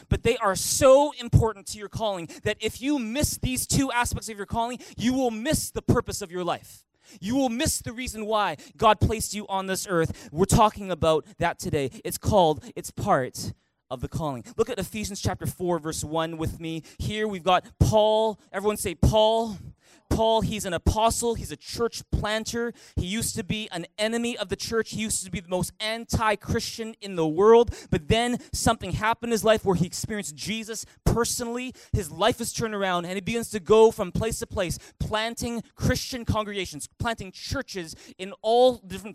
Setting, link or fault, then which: setting, large echoing room